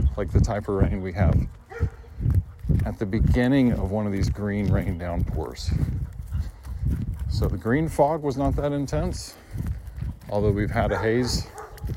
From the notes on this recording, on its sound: This audio was recorded, re: an experiment I ran while dog sitting for a friend with large canopy trees in Buda, Texas. This was recorded while walking. First on Remuda Trail, then Oxbow.